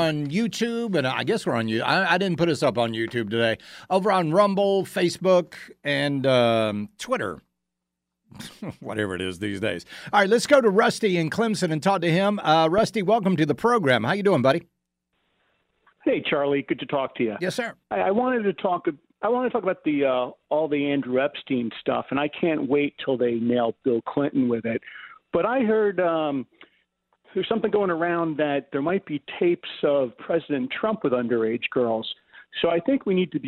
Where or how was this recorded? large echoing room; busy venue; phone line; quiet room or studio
phone line